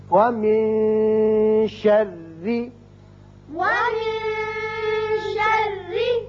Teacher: یہاں نون کے بعد شین حروف اخفاء میں سے ہے لہذا یہاں اخفاء ہوگا، وَمِن شَرِّ وَمِن شَرِّ اور را باریک بھی پڑھیں گے اس لیے کہ نیچے زیر ہے.